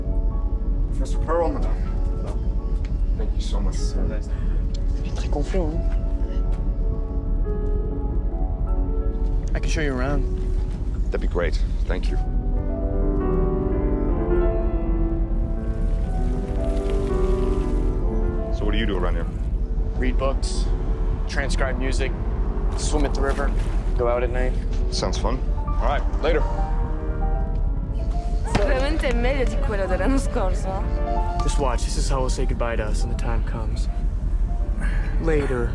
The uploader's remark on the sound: While driving down to San Diego.